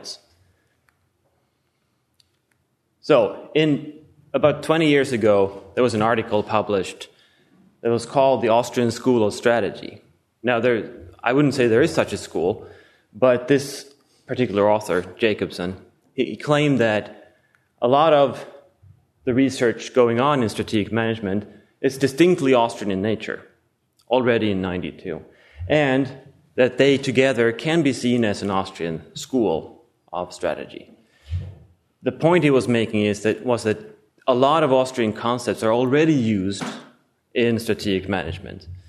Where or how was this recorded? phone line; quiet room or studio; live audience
live audience